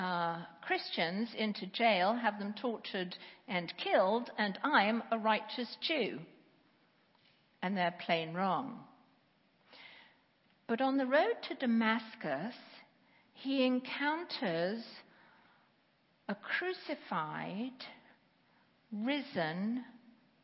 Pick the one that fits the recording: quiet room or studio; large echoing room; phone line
large echoing room